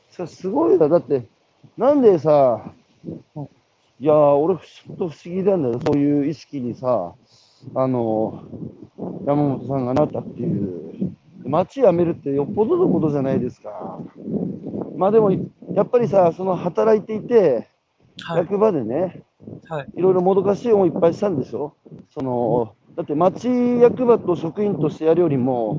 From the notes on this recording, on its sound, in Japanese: 歩きながら1時間ある、対談する